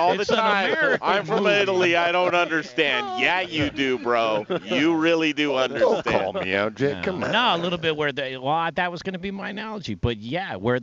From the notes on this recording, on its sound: Learn from the BBQ Pitmasters in Denver! Live at Proud Souls Barbecue & Provisions for a BBQ class.